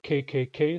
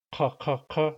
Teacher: They're both plosives. They're both made with the back of the tongue. Just the Q is a little further back.